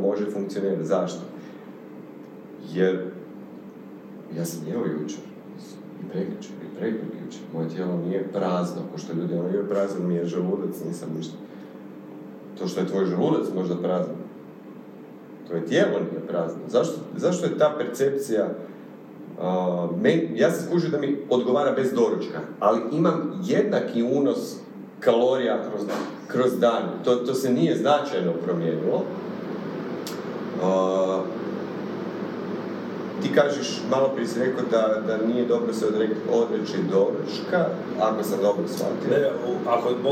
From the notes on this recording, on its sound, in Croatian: PRIJE SVEGA ISPRIKA ZBOG SLABIJE KVALITETE TONA. ISKLJUČIO NAM SE JEDAN OD MIKROFONA VEĆ NA POČETKU SNIMANJA, ŠTO NAM SE DO SADA NIJE DOGAĐALO PA SMO BILI PRISILJENI KORISTITI AUDIO SA VIDEO SNIMKE.